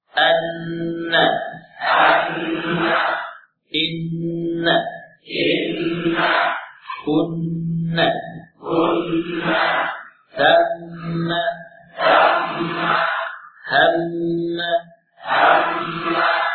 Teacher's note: Untuk huruf nun dan mim ada khususan membedakan antara keduanya dengan huruf yang lain, yaitu ketika ditasydid zamannya lebih lama, zaman tasydid pada nun dan mim lebih lama, karena huruf ini punya sifat gunnah · Term: gunnah akmal